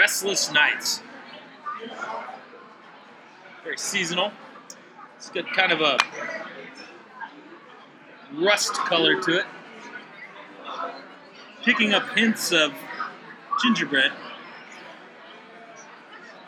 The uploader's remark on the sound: Live from Boulevard Brewing Company